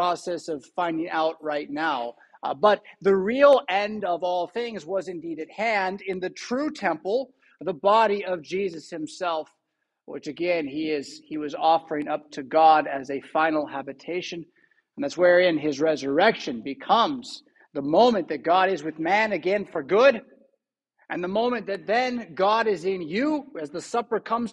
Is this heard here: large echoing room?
yes